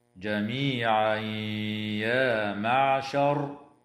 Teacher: ويدغم التنوين في الياء مع الغنة